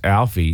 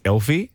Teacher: some in Melbourne, have you noticed they pronounce their A's as E's and their E's as A's? · Shown in: second take · Like my son's name's Alfie, but in Melbourne it's Elfie.